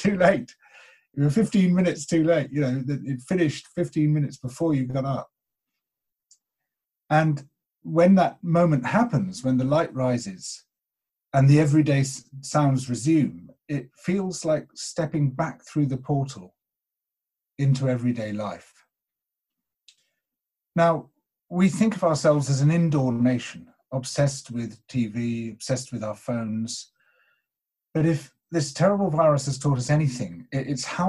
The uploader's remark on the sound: This talk was recorded at the second online 5x15 in May 2020.